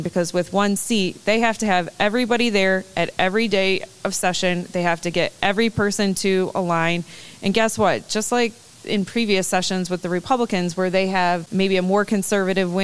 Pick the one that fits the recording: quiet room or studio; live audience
live audience